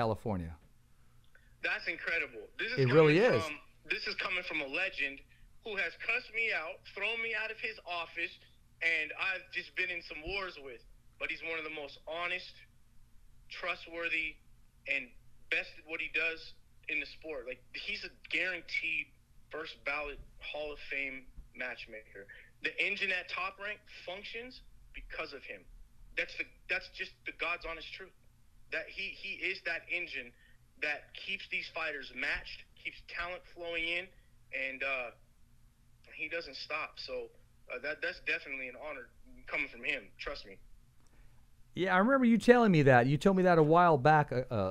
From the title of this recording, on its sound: on the phone with The Fighter's Voice